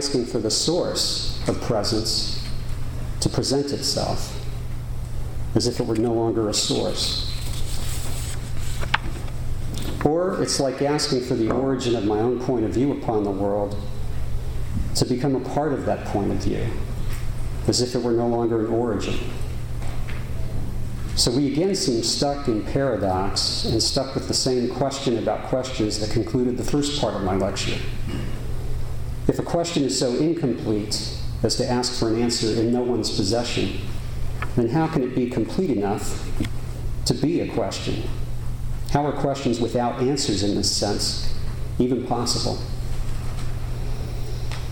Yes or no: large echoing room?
yes